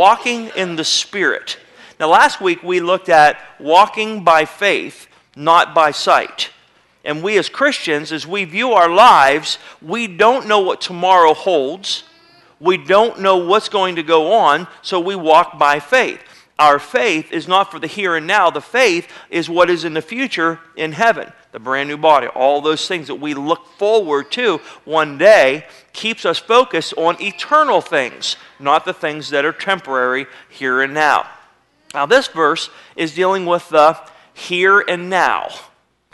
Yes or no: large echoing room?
yes